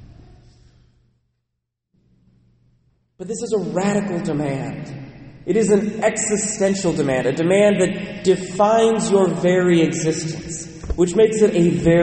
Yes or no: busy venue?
no